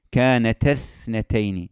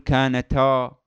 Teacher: كانت اثنتين، لا نقول كانتا، كانت اثنتين، من الفتحة ننتقل إلى الثاء · Shown in: first take